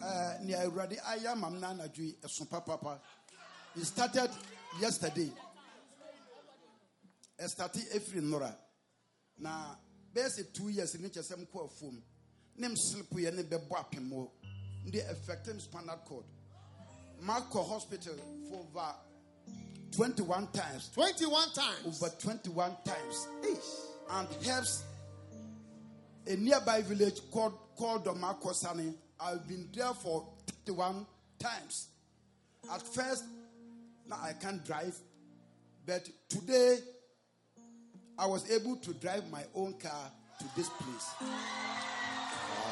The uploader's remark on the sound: Preached at a Healing Jesus Campaign in Drobo, Ghana